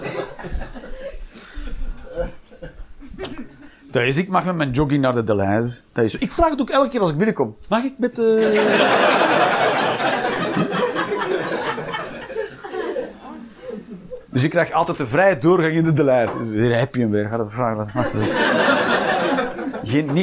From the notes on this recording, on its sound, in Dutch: Live 17 Mei 2023, The Joker, Antwerpen